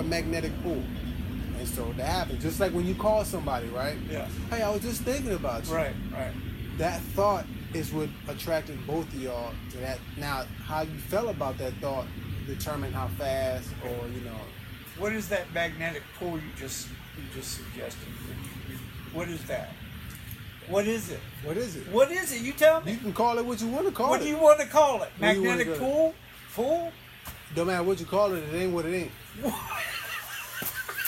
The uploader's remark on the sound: All Episodes are recorded at work. In our desire to deliver an authentic, organic experience to the listener, sometimes the background will reflect this “At Work” atmosphere. As we progress, our sound quality will improve, we appreciate your patience and understanding.